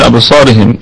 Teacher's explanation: الهمزة همزة قطع تثبت ابتداء ووصلا، والباء ساكنة فهي مقلقلة، قلقلة وسطى، قلقلة صغرى عفوا، قلقلة صغرى.